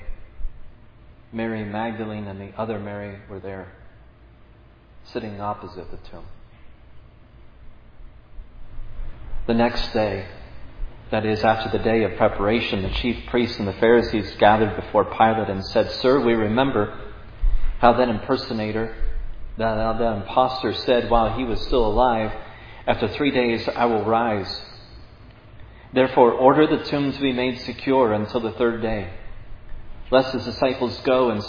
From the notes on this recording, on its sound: This sermon was preached at Providence Church on September 18, 2022.